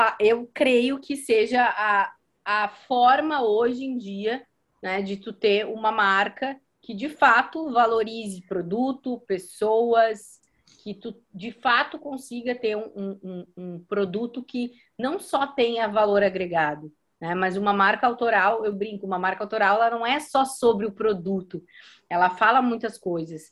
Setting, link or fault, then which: link, video call